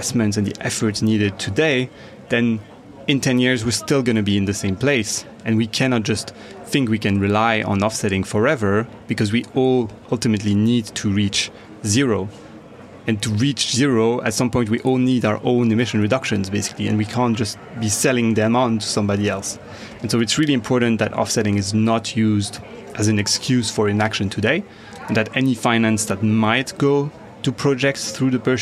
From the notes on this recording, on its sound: At COP26. Joining us from a busy COP26 conference centre.